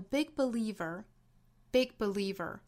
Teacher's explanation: 在 big 尾部的这个 g 的位置呢，做一个顿促，做一个失去爆破，把前面的 g 的发音顿开